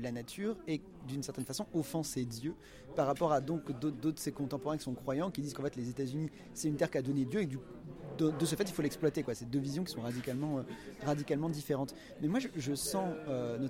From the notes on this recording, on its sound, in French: à l’occasion du festival Quai des Bulles